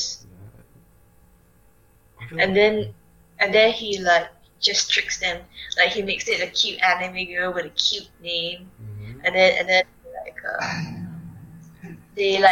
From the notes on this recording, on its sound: Again, the sound quality is rubbish. Oh and also, in the beginning, you can hear someone else.